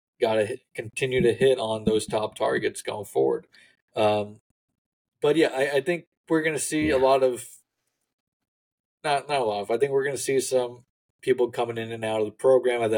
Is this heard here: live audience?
no